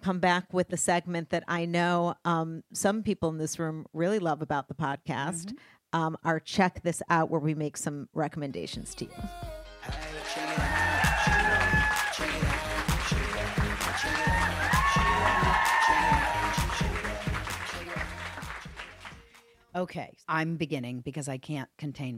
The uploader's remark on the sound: LIVE at the Kellogg School of Management